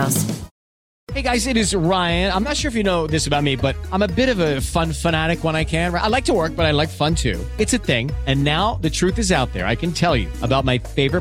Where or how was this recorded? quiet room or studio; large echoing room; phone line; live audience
phone line